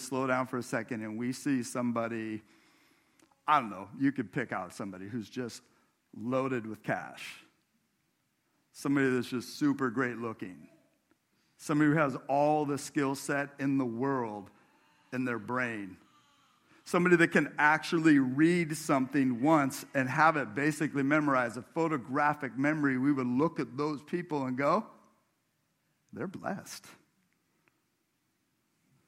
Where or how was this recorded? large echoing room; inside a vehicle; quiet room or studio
large echoing room